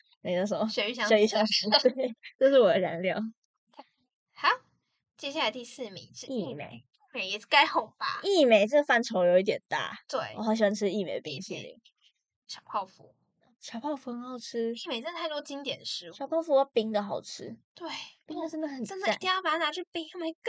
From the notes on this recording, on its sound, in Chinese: 音質大出包！！！這集有人忘記帶轉接頭了，所以音質在傳輸中被壓縮的聽起來很荒唐，請大家見諒！聽起來很像AI合成出來的XD。